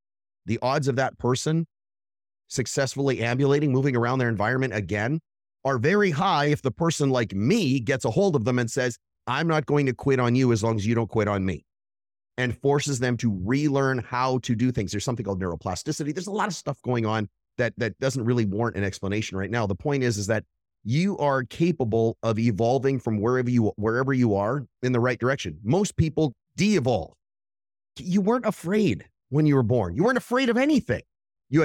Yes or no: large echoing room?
no